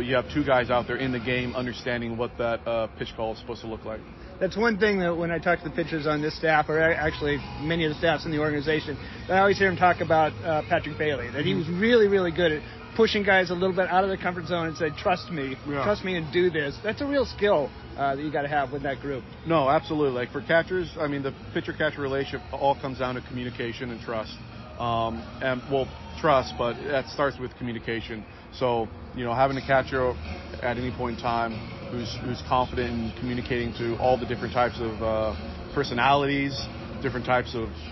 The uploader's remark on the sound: interviews from The Diamond in Richmond (which means a little more noise in the dugout, BP music on the loud speakers